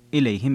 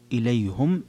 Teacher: إليهم قرأ الجمهور إليهم بهذه اللفظة، أما حمزة ويعقوب فقط فقرأ إليهم بضم الهاء · Shown in: second take